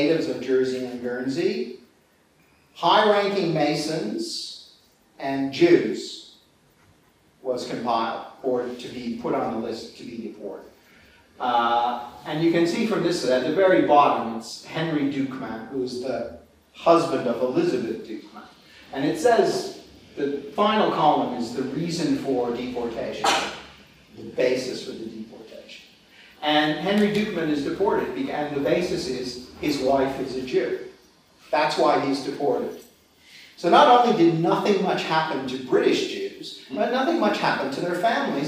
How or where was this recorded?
live audience